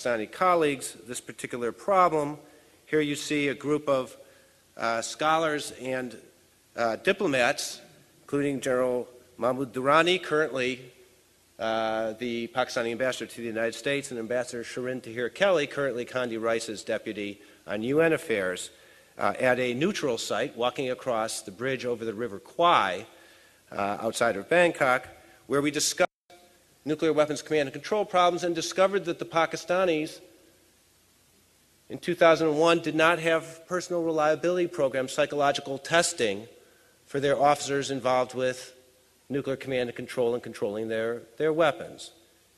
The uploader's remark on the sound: Freeman Spogli Institute's 2006 International Conference first plenary panel